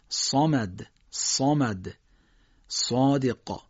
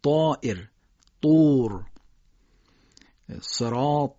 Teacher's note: صاد و طا باید دقت کنیم که درشت ادا بشن، یعنی کناره های زبان جمع کنیم، ته زبان هم بیاریم بالا تا صاد و طا درشت ادا بشن.